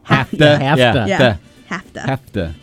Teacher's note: Devoicing the labiodental fricative.